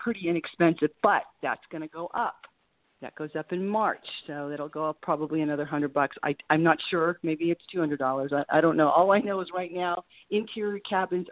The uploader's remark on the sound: take your calls LIVE on air